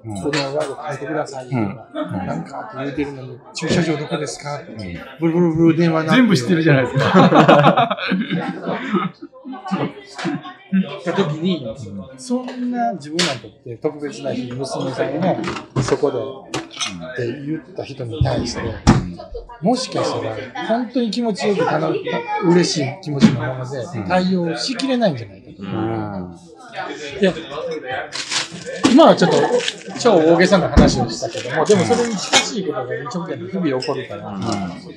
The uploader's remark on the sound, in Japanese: ミルク＆ビアホール九十九で収録させていただきました。